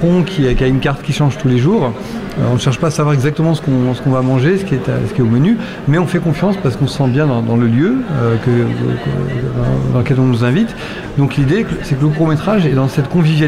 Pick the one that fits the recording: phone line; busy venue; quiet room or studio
busy venue